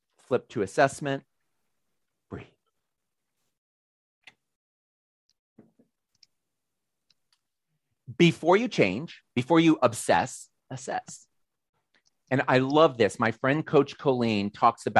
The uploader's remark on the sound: Audio recording of Zoomy Zoom peptalk given January 19, 2022